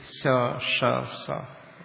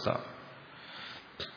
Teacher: അയാൾക്കറിയാം ശബ്ദം മൂന്നുണ്ടെന്ന്, പക്ഷെ ഉച്ചരിച്ചപ്പോൾ ഒന്നായിപ്പോയി. · Shown in: second take